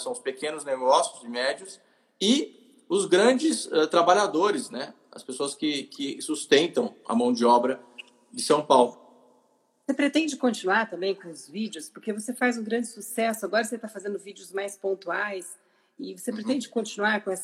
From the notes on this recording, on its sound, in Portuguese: Live no Instagram